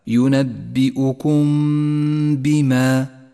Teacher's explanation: نخفي الميم بالباء ولا نجافي بين الشفتين عند نطقها ولا نضغط عليهما · Term: الإخفاء الشفوي